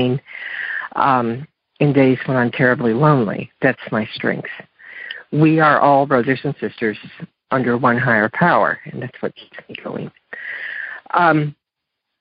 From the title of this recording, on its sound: Monday Noon Phone Speakers Series